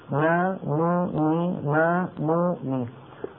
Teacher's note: وأنقص الغنى على الإطلاق يعني أقصرها زمنا الغنة في الحرف المتحرك